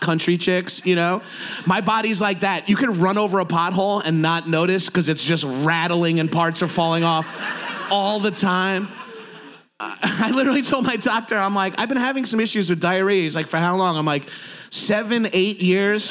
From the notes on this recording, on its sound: People in chicago for podcast fest for a LIVE POWER HOUR. Recorded at chicago podcast festival.